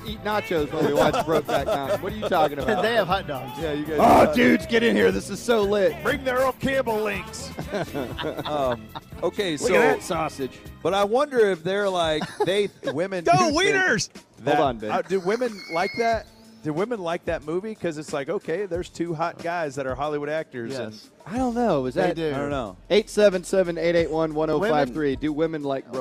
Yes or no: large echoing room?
no